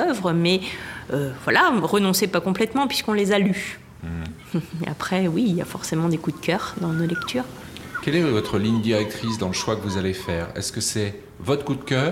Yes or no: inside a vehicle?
no